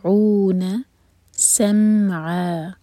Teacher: عین حلق سے، اور عا دو حرکہ لمبا، مد عوض عن التنوین.